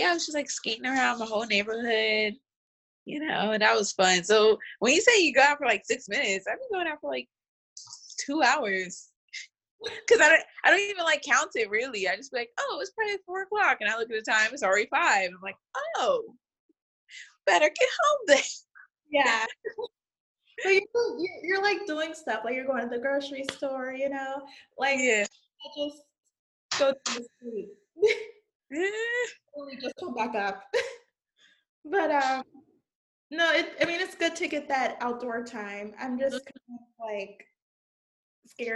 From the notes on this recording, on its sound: We are recording on Zoom! Since being quarantined, we’ve been coming up with new ways to deliver content from our homes to yours.